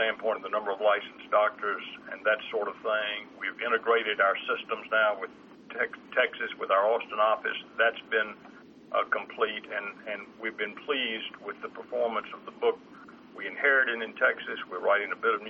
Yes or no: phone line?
yes